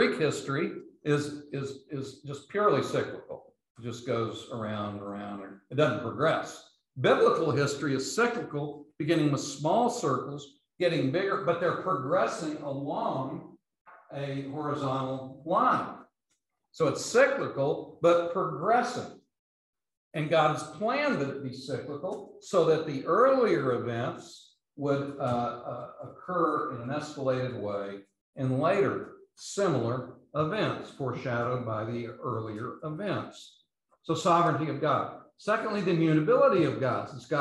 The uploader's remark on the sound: London Seminary. These podcasts are the recordings of the lectures.